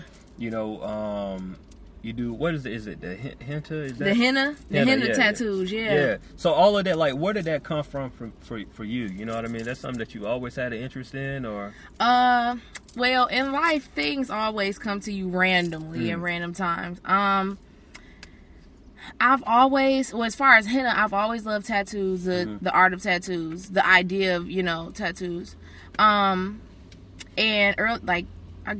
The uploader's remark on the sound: Sitting In A Hot Car In The Middle Of Summer. Instead we took the show on the road literally; recording from the comfort of my car.